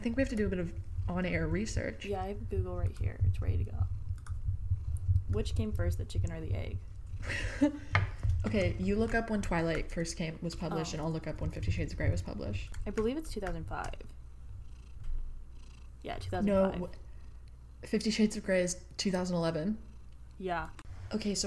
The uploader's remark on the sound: her mod podging was closer to the mic than she was